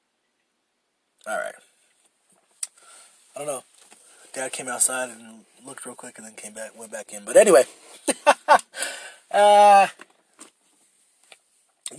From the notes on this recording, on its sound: I record in my shitty Lexus